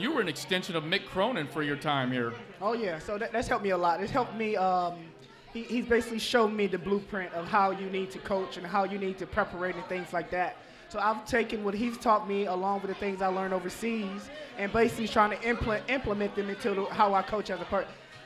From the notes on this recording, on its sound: live at Mio's